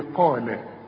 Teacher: القاف مفخمة لكن جنبها اللام لازم ترققها، تقول لي قال، علشان ما تقولش قال الذين، قال قال الذين، الذين طبعا انت خدت الذال اهي.